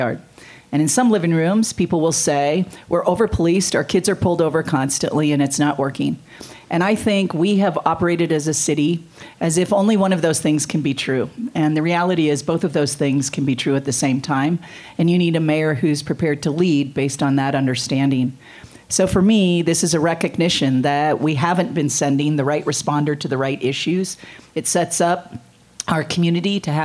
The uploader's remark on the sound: Moderated a Hot Ones-style forum. We’re proud to share a recording of that event here with you today.